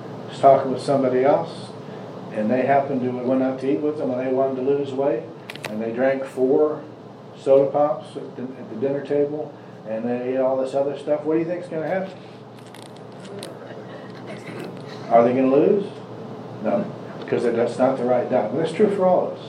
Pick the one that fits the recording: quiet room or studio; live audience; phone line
live audience